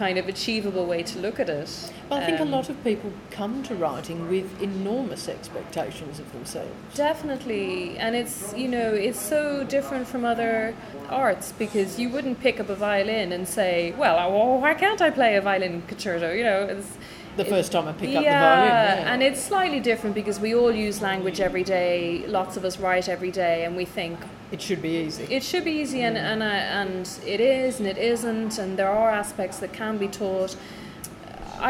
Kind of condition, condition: setting, busy venue